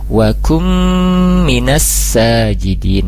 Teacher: nun sukun bertemu mim, idgham biguna, ditahan dan didengungkan